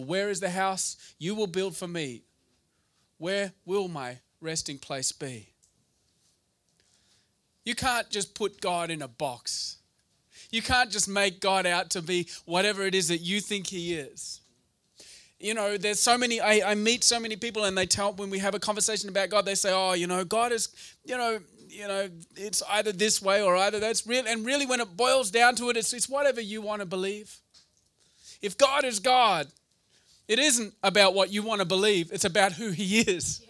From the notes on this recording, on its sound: to a combined meeting of C3 Mumbai and Gateway Church Mumbai at the Canvas Laugh Club in Lower Parel.